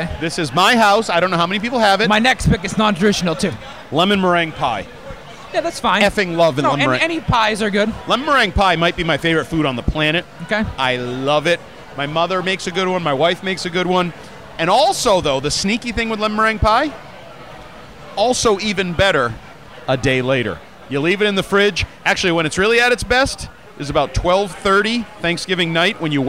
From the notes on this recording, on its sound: Live from Lord Hobo Brewing in Woburn.